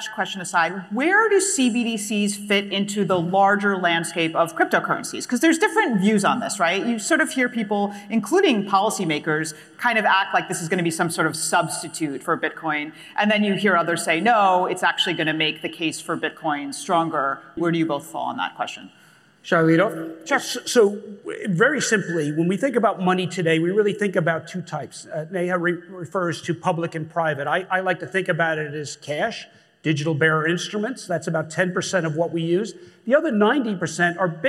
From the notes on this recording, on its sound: A Consensus 2022 panel from Austin, Texas